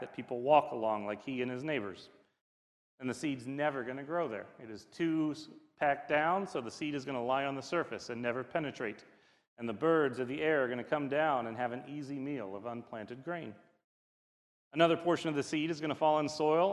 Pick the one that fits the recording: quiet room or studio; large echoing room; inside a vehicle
large echoing room